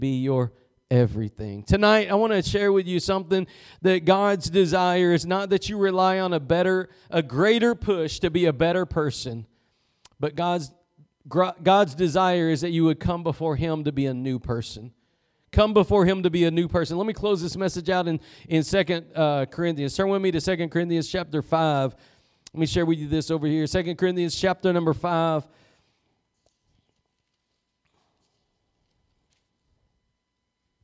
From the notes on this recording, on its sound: Preached at Gospel Lighthouse in Bossier City, La.